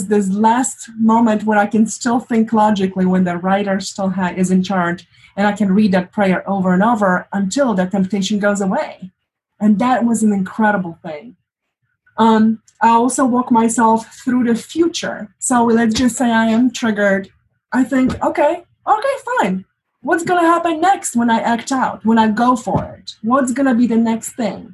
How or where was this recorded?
video call